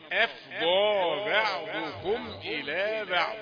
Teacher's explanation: الهمزة رقيقة والفاء رقيقة التفخيم يبدأ من الضاد